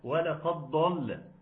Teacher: ادغام الدال في الضاد خطا